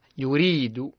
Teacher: الراء مرققة تقرأ مكسورة مرققة